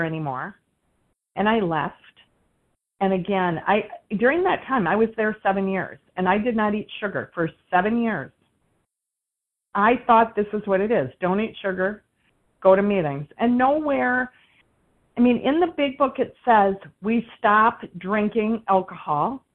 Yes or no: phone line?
yes